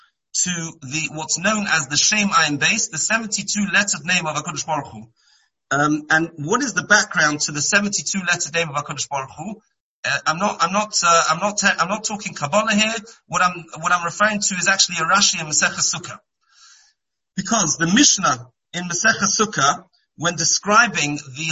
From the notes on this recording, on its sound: Shiur given on Monday Chol Hamoed over Zoom.